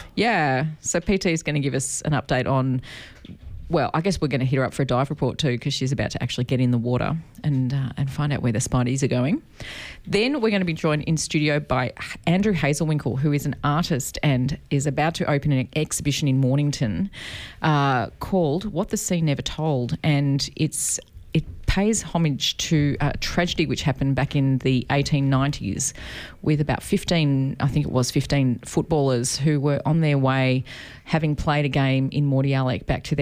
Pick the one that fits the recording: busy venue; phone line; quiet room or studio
quiet room or studio